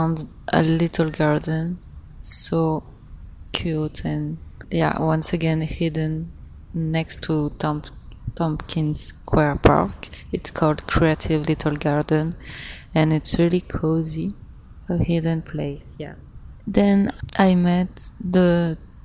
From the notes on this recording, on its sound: I record outside, so the quality is not the best but well, the emotion is there. Vibing in new york city, alone.